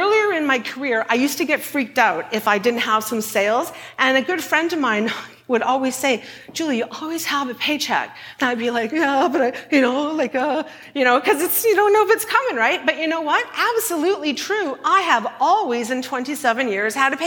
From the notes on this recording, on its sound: at a Shine Live event